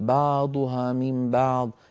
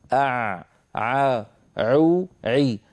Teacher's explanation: حرف العين في الفصيح ليس كما نعتاد نحن في العاميات، هو أعمق، يعني لابد من إرجاع لسان المزمار إلى الوراء · Shown in: second take · Term: العين الفصيحة